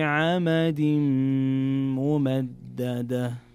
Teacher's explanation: في عمد ممددة عندنا تنوين جاء بعده حرف الميم، وهنا يكون الحكم إدغام بغنة